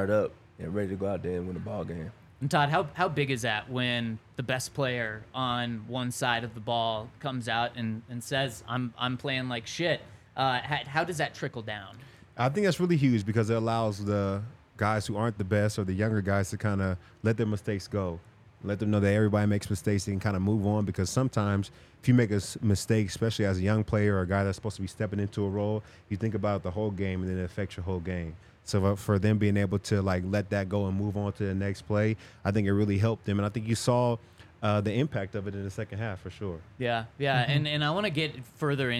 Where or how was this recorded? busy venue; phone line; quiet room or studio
busy venue